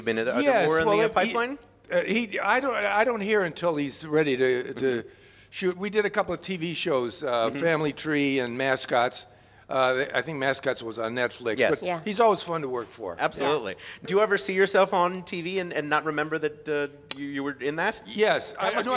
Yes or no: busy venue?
yes